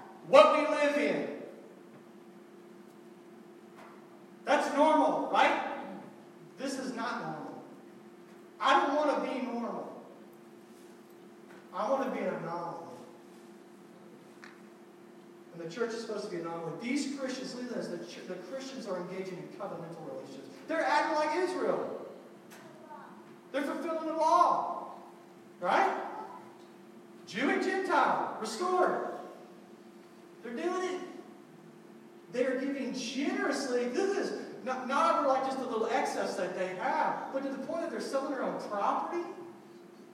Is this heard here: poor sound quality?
yes